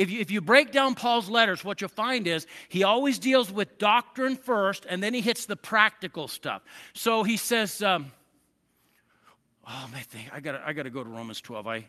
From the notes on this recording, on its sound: I preached this sermon at Twin Falls Church Of The Nazarene